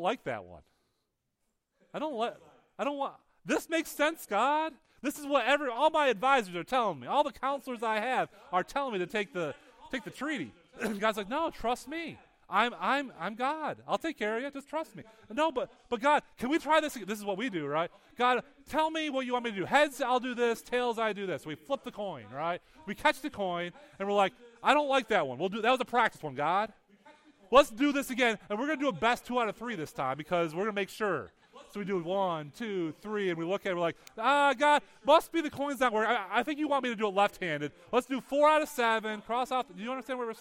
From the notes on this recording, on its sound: Weekly teaching audio from Higher Hope Church in Big Flats, NY